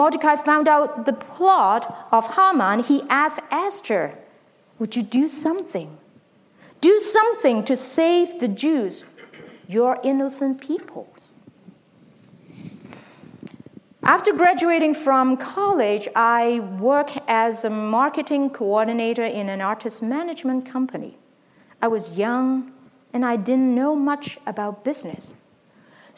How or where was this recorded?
large echoing room